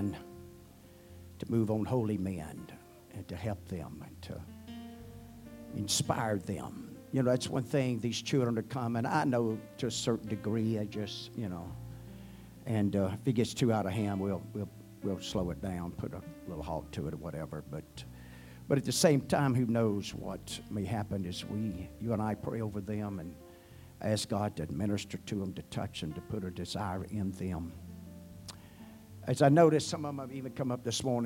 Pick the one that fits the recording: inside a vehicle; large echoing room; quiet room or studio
large echoing room